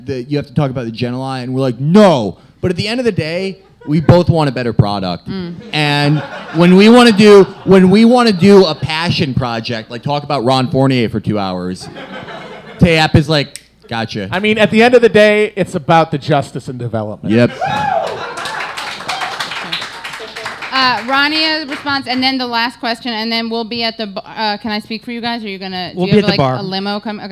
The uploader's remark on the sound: In this live show recording